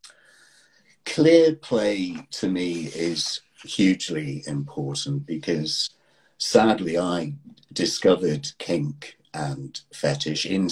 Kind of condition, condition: link, video call